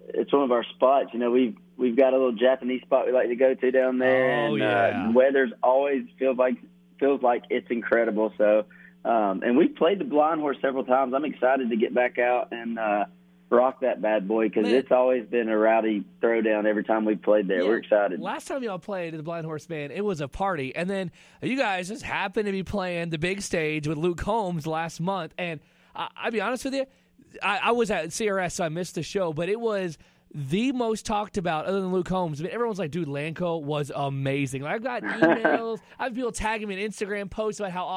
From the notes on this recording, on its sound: called